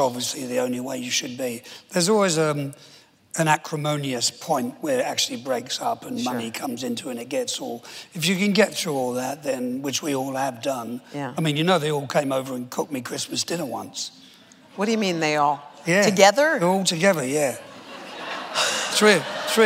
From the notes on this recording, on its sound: Recorded on October 29, 2015 in front of a live audience. In front of a live audience at New York's 92nd Street Y.